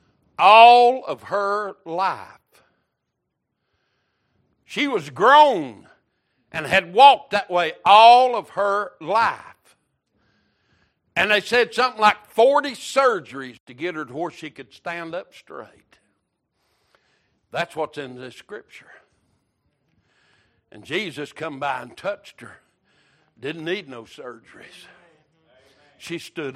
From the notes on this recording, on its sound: Wednesday Evening Service.